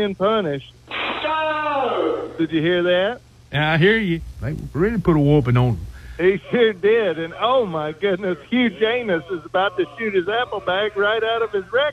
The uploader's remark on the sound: Phony Phone Call